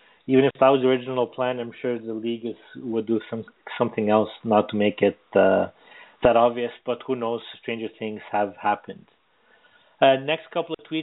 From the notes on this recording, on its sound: as we take your phone calls